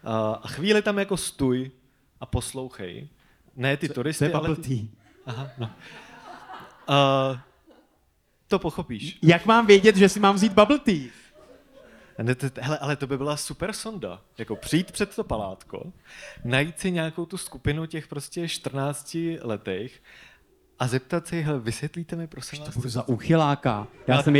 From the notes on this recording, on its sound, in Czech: V tomto případě prolínání hostů, žánrů, hlediště a jeviště. Pořad postavený na unikátní kombinaci dvojic a jedinečné interakci s publikem. Namícháme vám živou show, hosty i drink na míru!